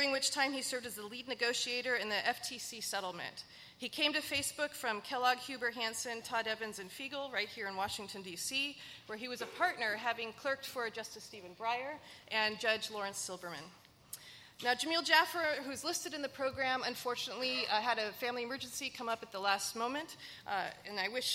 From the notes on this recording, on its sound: Social Media: 2020 LIVE at the Annual Conference. At the 28th Annual Review of the Field of National Security Law Conference.